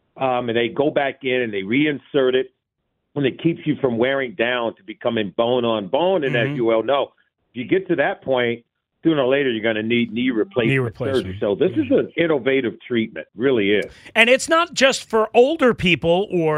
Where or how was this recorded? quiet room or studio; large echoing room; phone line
phone line